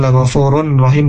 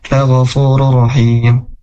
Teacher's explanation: Nah, huruf ra, huruf ra, rur rahim ini idgham bila gunnah, tanpa gunnah. Huruf tanwin domah, tanwin domahnya masuk ke huruf ro yang kedua · Shown in: second take · la ghafurur rahim.